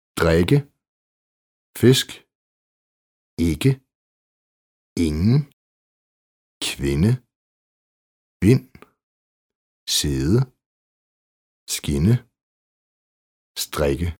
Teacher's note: Kort I som E. Lukket vokallyd som E. Især foran KK, NN, ND og NG.